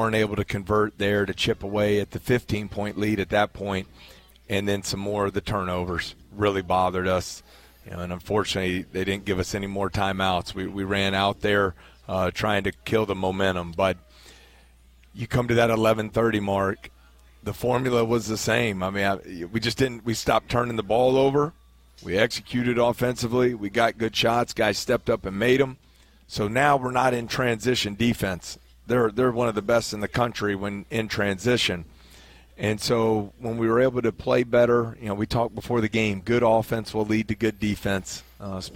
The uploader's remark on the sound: Radio call-in show. Aired live from TJ Ribs on Acadian Thruway.